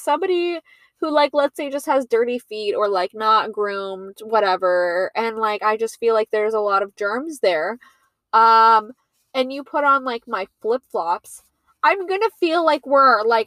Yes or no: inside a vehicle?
yes